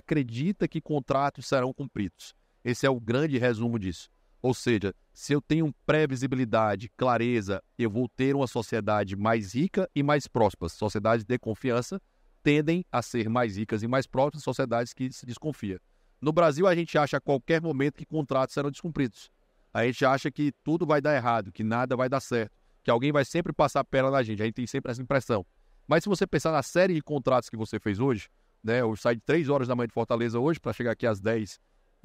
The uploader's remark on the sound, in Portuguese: foi gravado em abril de 2023, no Fórum da Liberdade